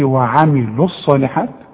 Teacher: وملاحظ ان انا ما نطقتش الواو عند الوصل